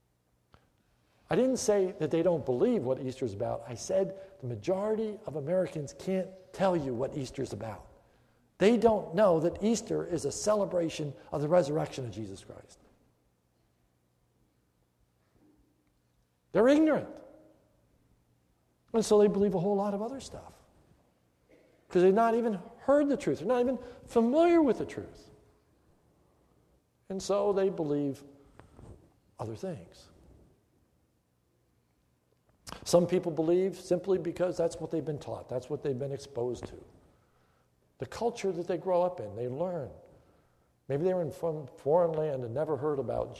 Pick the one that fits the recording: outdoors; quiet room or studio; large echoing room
large echoing room